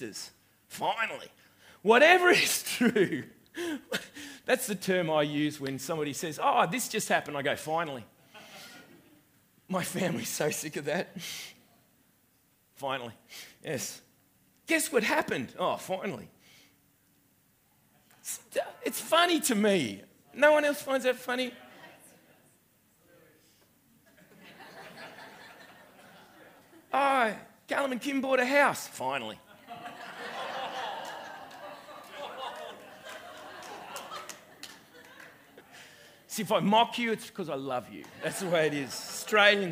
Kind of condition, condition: setting, live audience